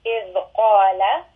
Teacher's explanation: Qaf is permanently heavy.